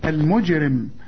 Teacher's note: قلقل الجيم ما دام عليها السكون